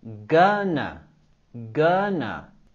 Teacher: Con la palabra gonna, queremos subir la entonación en la primera sílaba.